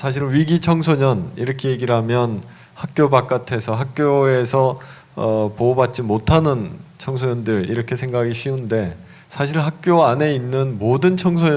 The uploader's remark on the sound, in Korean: 2015년 1월 28일 국회에서 열린 토크콘서트, 그 현장을 공개한다.